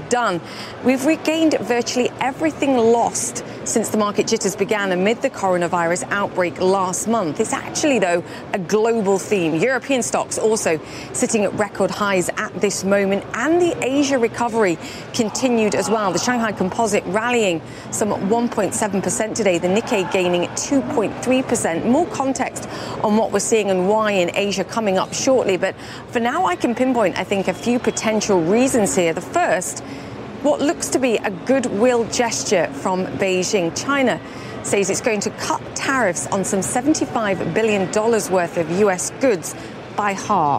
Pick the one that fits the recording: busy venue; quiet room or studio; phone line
busy venue